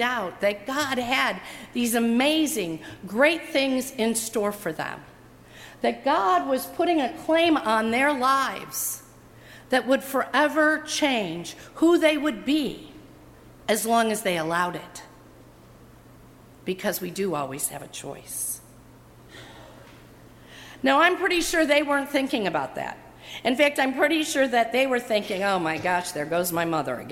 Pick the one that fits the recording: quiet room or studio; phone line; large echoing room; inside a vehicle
large echoing room